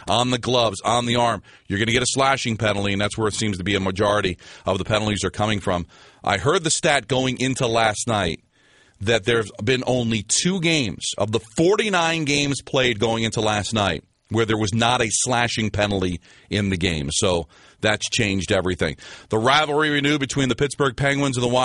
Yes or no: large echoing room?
no